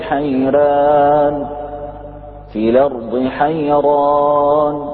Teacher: حيران يعني ورد عنه وجه التفخيم في الراء مع أنها مستوفية للشروط